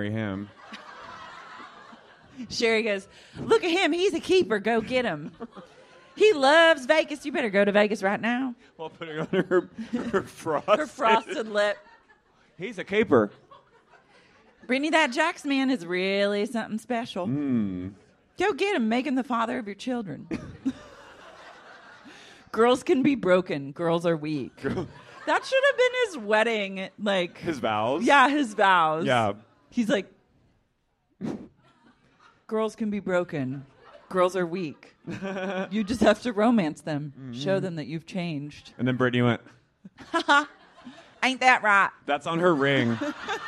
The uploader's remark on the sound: LIVE at Sleeping Village Night 2. Take the stage for night two at Sleeping Village in ol' Chicago.